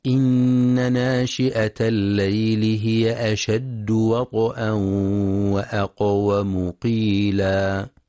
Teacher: والصواب تحقيق الإدغام بغنة في التنوين عند التقائه بالواو · Term: غنة الإدغام